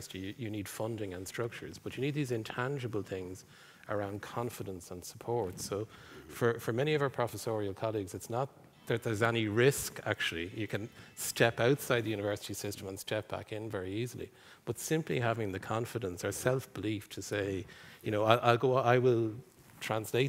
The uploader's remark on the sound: Episode recorded in the RDS with a live audience.